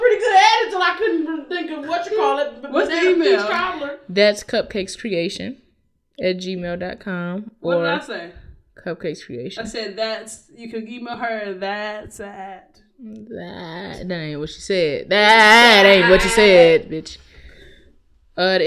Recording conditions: poor sound quality